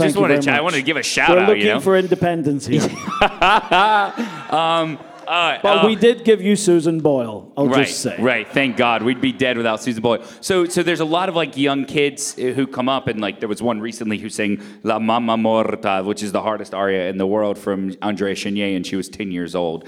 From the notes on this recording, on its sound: Taped in front of a live audience at Los Angeles Opera!